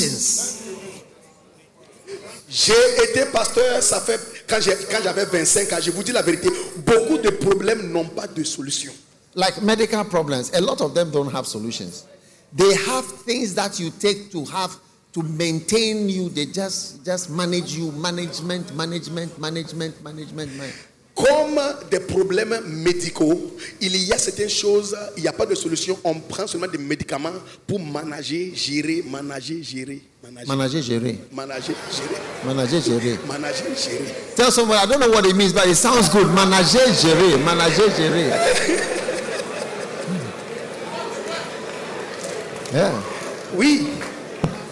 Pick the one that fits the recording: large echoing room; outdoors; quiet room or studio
large echoing room